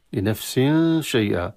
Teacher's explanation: وتخفى بمعنى أن نفتح الخيشوم ولا نعتمد على المخرج الأصل وهي النون الساكنة، ولا على المخرج الذي يأتي بعده ومخرج الشين، لا نعتمد